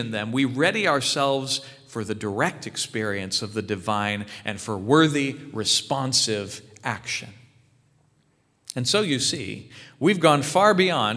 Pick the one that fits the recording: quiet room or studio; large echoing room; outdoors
large echoing room